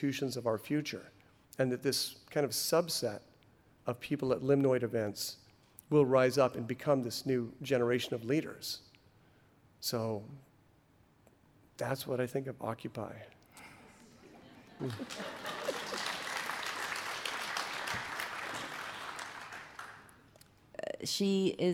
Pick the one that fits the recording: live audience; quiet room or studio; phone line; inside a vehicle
live audience